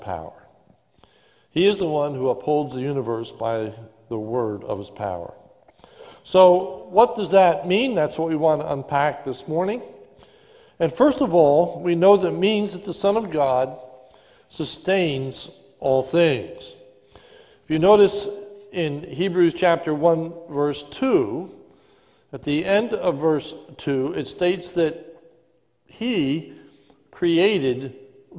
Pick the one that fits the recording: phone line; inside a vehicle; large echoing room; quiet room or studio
large echoing room